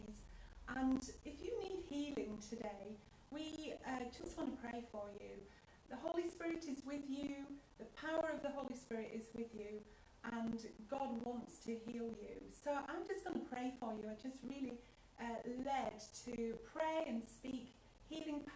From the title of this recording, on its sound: house church live feed